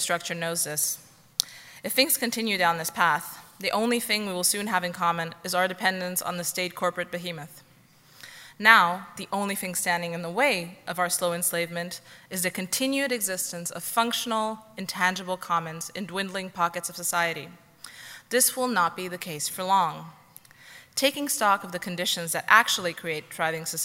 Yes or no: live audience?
yes